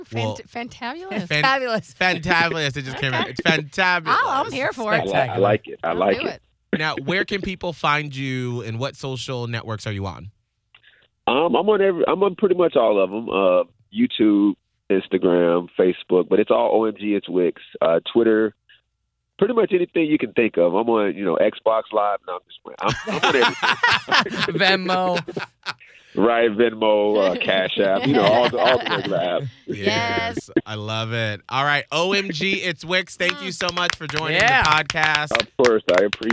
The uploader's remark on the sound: we got this content creator on the phone